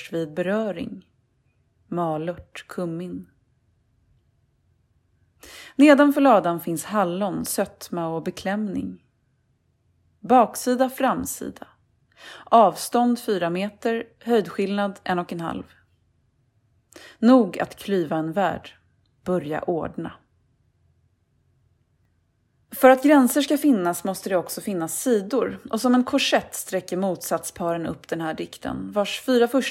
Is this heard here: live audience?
no